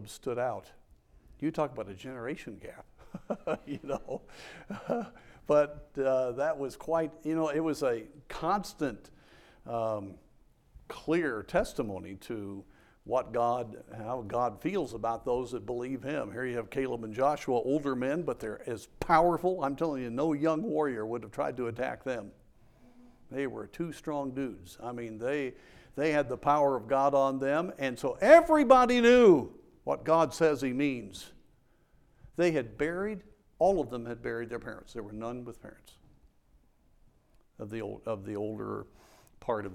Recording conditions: large echoing room